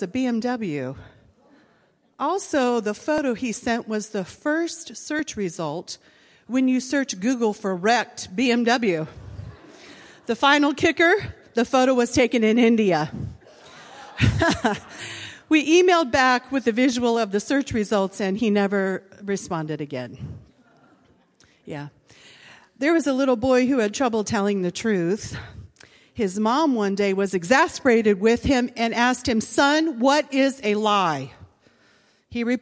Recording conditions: large echoing room